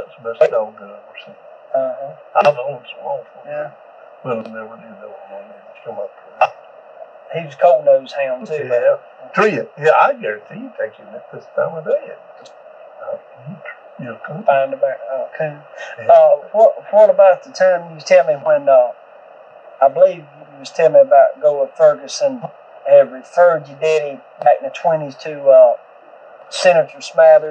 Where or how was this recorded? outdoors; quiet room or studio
outdoors